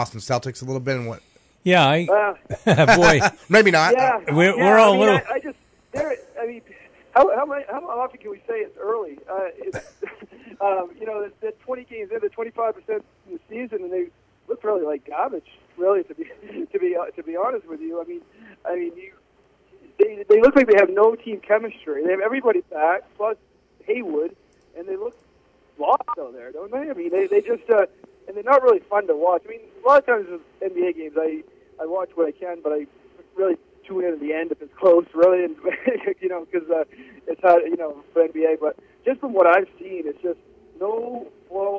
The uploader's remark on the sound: joined on the phone